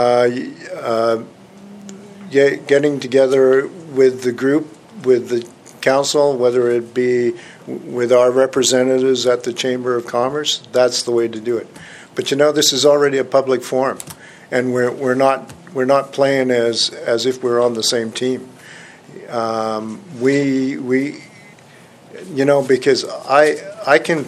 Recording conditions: large echoing room